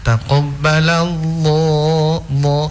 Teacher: lafaz Allah itu dia ditebalkan saat diawali oleh harokah fathah atau dhamma